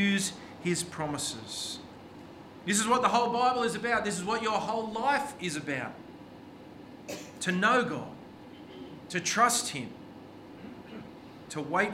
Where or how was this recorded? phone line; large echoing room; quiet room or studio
large echoing room